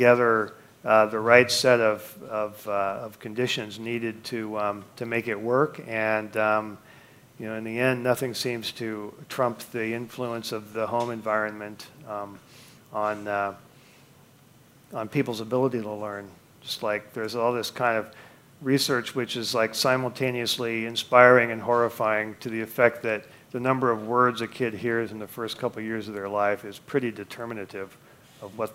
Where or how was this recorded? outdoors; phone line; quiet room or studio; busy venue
busy venue